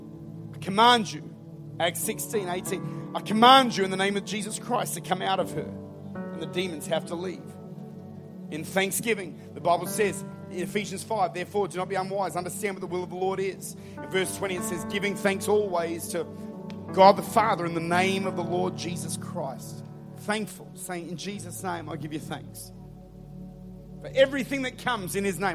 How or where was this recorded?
large echoing room